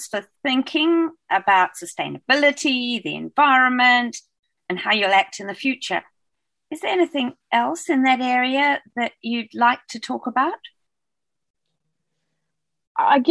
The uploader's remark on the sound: This recording was made over Zoom during the Covid-19 Delta lockdown in August 2021.